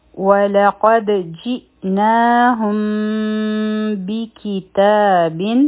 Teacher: په دال باندې چونکې سکون دی، دلته به قلقله کیږي، آواز به واپس راځي